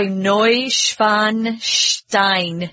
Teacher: In German, they don't pronounce W like W, it's V, V. So Ludwig, and they like a lot of sh. · Term: German accent